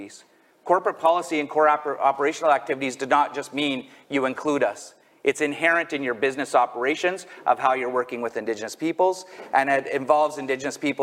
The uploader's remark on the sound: A Conversation from the 2023 Page Annual Conference. Our recent Annual Conference Panel.